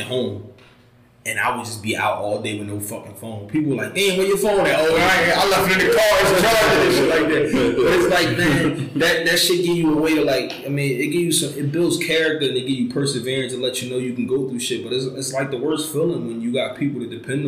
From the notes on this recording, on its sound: For the audio quality issues. We ran into some technicals errors this week, but didn’t want to leave you without an episode.